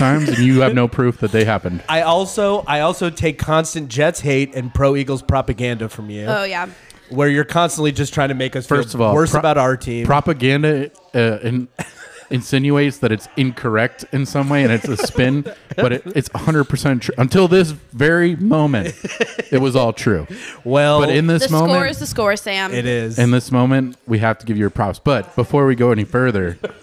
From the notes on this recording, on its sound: Live from Hershey!! Coming to you live from Hershey, PA.